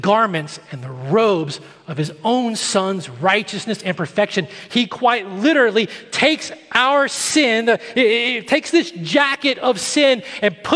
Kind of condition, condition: setting, large echoing room